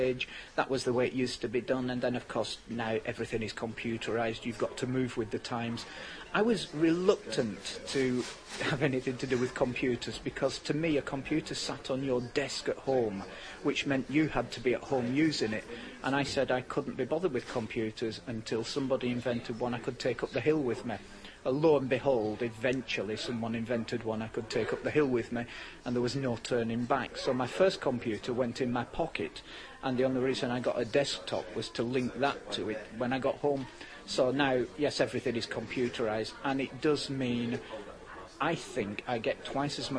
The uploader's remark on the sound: At this year’s Outdoors Show.